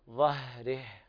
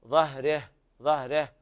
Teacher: لابد من همس الهاء وإظهارها · Shown in: first take